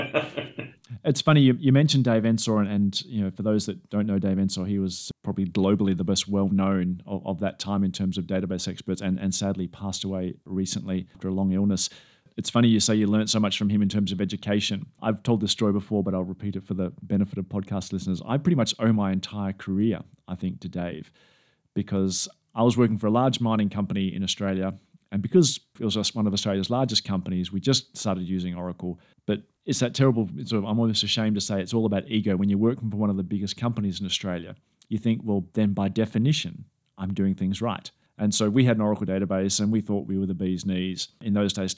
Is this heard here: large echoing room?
no